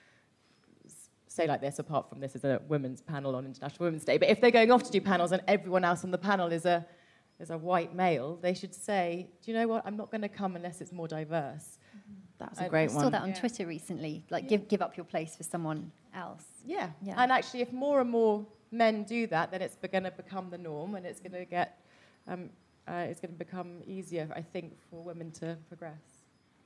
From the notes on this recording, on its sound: Recorded live at Penguin’s pop-up book shop in East London.